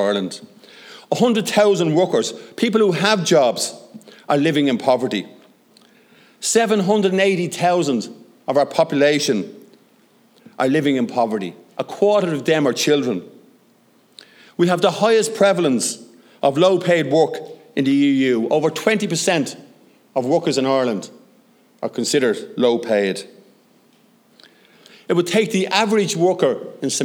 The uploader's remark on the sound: short recorded segment from the centenary celebration of the first Dáil Éireann